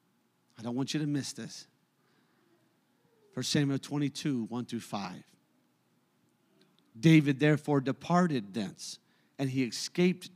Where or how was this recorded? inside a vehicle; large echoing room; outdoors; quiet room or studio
large echoing room